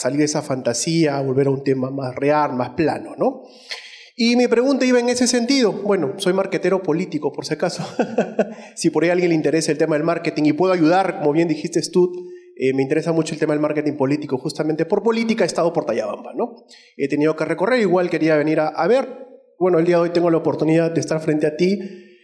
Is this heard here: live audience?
yes